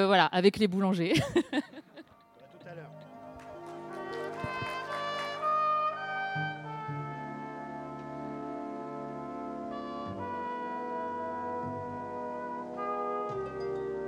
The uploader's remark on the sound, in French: A l'occasion de la rétrospective que la Cinémathèque française consacrait en décembre 2021 à Liz Taylor, et à l'issue de la projection du "Chevalier des sables" de Vincente Minnelli. S'entretenait avec le public.